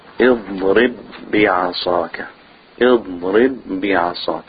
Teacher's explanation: The ba, when it's followed by another ba that has a sukun or a shadda, then they get joined together.